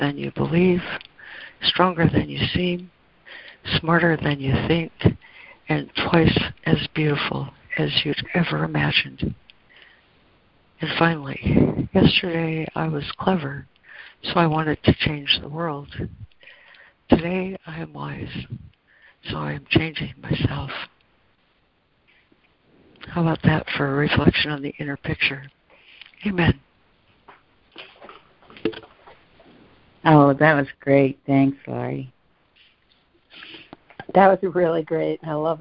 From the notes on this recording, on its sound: ACIM Daily Conference Call